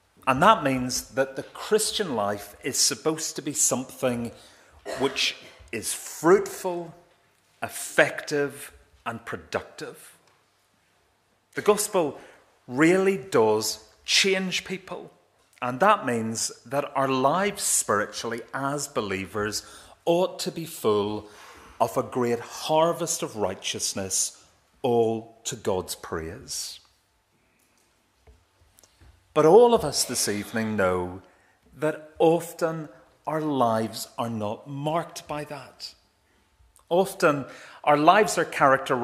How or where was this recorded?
large echoing room